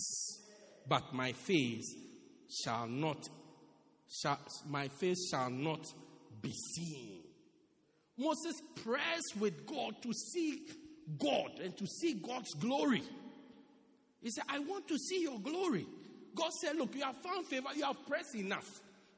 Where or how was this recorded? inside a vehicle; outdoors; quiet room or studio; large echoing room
large echoing room